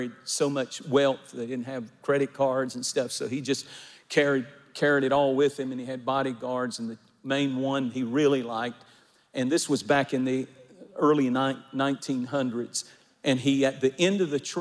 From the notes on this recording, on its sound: recorded at our Divine Conference